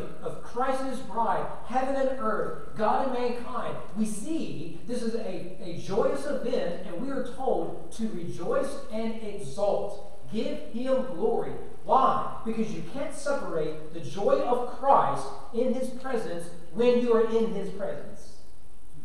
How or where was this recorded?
large echoing room